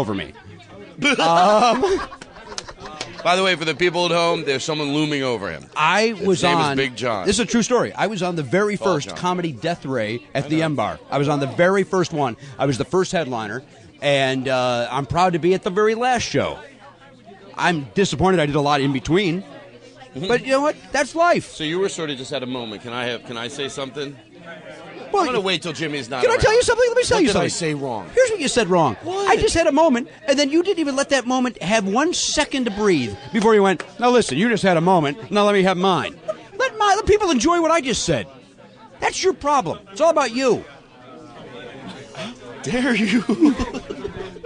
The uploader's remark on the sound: Get a glimpse of what it is to be backstage at a Comedy Bang Bang show. Recorded backstage at the 2012 Comedy Bang Bang Nativity Pageant.